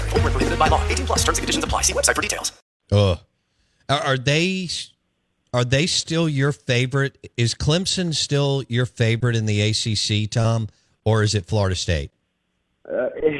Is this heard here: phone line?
yes